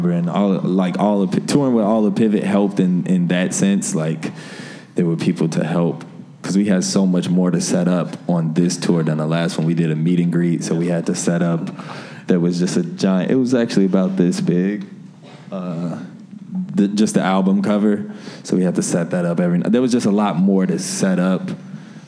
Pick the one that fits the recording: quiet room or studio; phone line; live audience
live audience